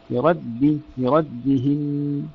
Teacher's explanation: بربهن، برد. انتقل من تفخيم الراء إلى ترقيق الدال بسرعة